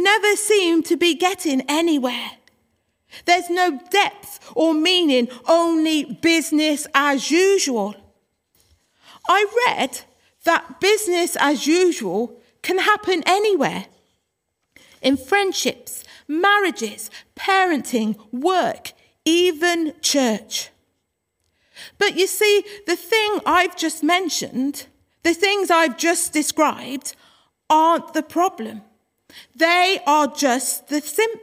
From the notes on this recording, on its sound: Worship from Morley Salvation Army, originally broadcast live in March 2021.